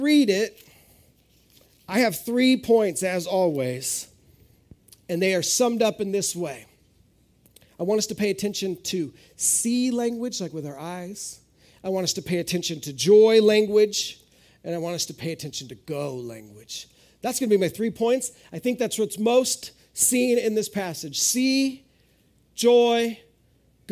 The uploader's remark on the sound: This is audio ripped from the Live Service video.